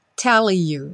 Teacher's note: Juntamos o L do tell com you.